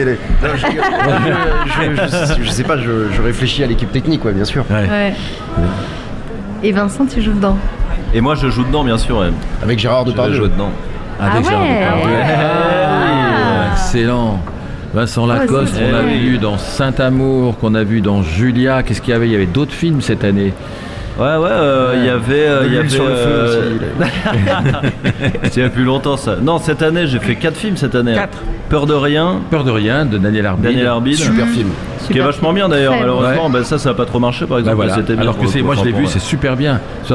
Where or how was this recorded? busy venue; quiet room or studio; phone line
busy venue